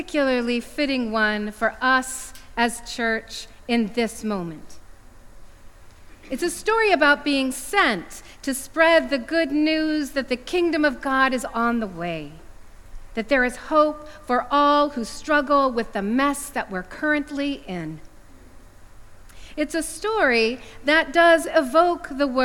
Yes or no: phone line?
no